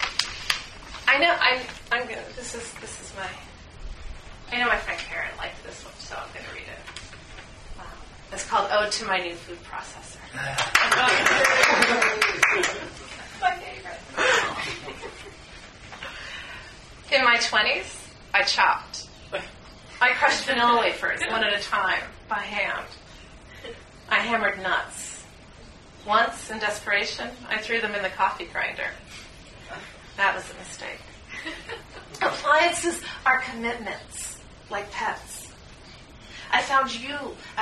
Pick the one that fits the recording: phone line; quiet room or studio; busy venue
busy venue